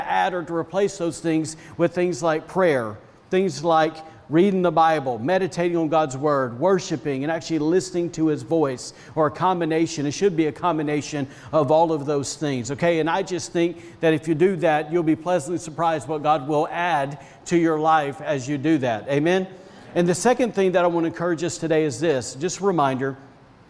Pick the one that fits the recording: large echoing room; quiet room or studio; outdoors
large echoing room